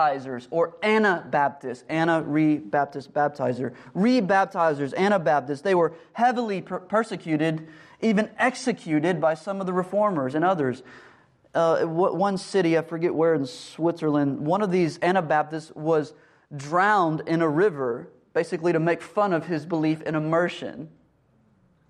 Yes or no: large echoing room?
yes